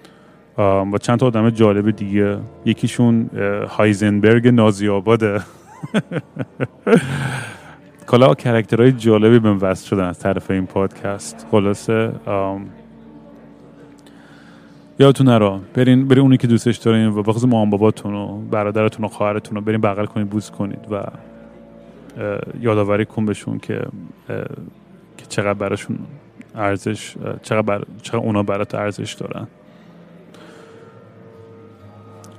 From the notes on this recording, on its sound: Once again I am at an airport rambling nonsense into the microphone.